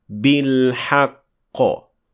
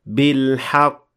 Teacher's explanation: applying قلقلة properly at the end of these words will take care of the fact that these words end with a شد · Shown in: first take